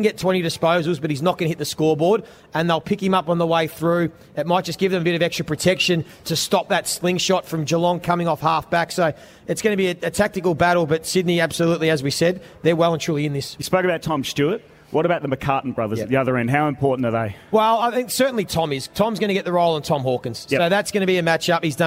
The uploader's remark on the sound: Live from the G for the Grand Final. Today we're live from the Triple MCG in the lead up to the 2022 Toyota AFL Grand Final between Geelong and Sydney.